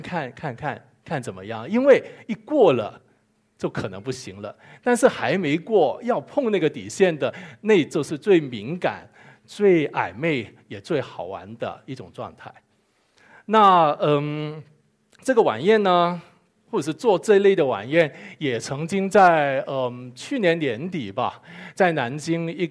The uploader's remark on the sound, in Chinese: 一席现场